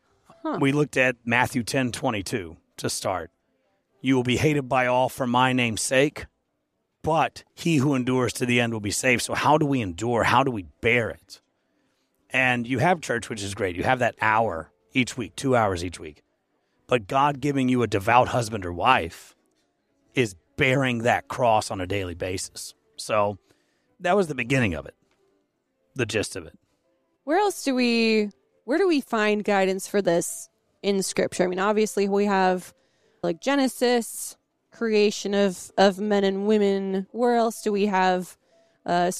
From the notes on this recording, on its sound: at the Higher Things conference in Carbondale, IL